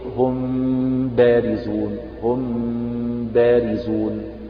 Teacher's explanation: في الحقيقة يعني القول يعني الصحيح، القول الصحيح المعمول به والمقروء به والمنصوص عليه في كتب الأئمة المتقدمين، أن الإخفاء يكون مع انطباق الشفتين، إخفاء الميم الساكنة التي بعدها باء يكون مع انطباق الشفتين